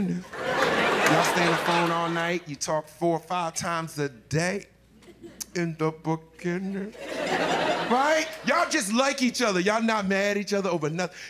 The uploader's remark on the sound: Live from Tribeca